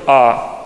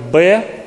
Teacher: Вот вы смотрите на меня, я говорю «а», я не использую ни зубы, ни губы, ни щеки. Но когда я говорю «б», мне обязательно нужно сомкнуть губы и обязательно нужно их использовать. · Shown in: second take